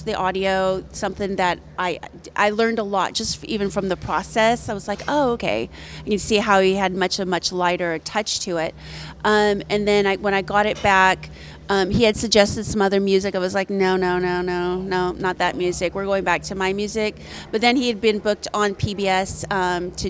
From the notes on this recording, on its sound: Live at the Death Parade Film Fest! Welcome to part two of our recording series that took place at the Death's Parade Film Fest in Red Bluff California.